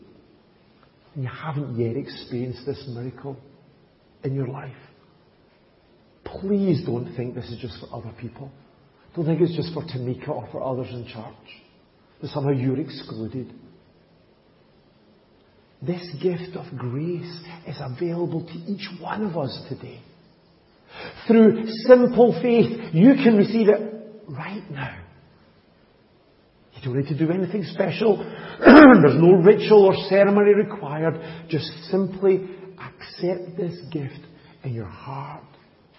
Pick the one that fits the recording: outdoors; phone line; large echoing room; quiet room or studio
large echoing room